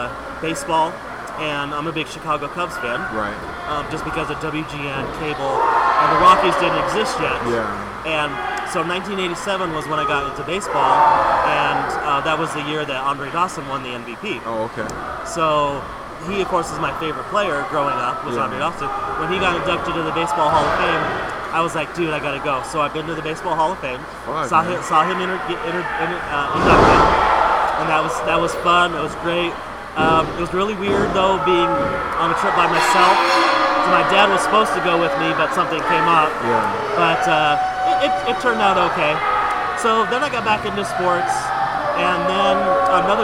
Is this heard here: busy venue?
yes